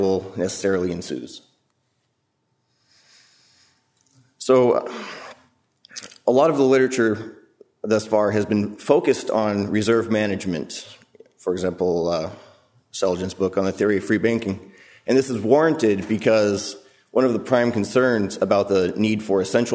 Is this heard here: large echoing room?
yes